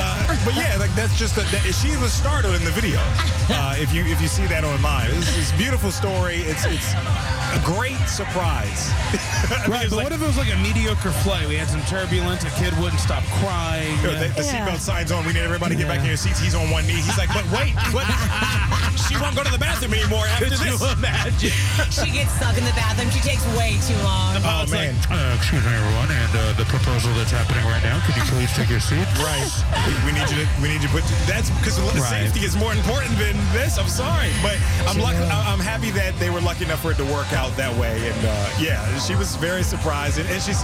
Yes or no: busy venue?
yes